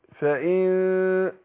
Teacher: بخفي النون في نفسها قبل ما أجي عند الشين، لأن اللي بيبقى من النون الصفة بتاعتها اللي هي الغنة. · Term: إخفاء النون